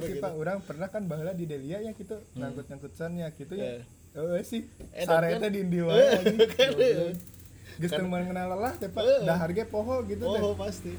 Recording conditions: background noise